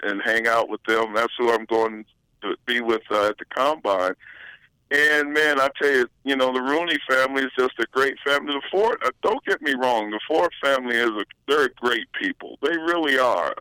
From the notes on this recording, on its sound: The guys are joined on the phone. With a live report from Tigers’ Spring Training.